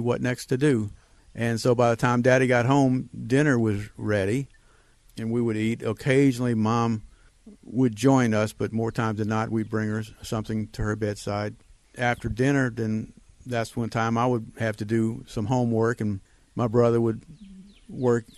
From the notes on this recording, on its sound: Due to the lock down we aren't EXACTLY on a trail, however my front porch and the 12 feet mic cords did the trick. Welcome to my front porch, the beautifully LOUD birds, and a story of renewal.